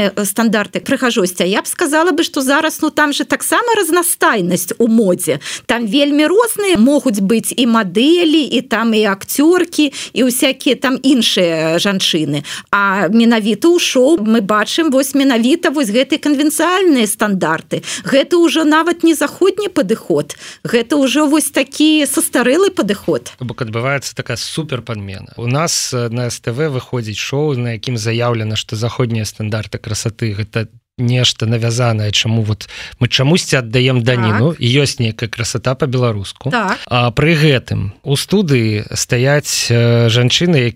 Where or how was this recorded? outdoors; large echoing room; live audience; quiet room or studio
quiet room or studio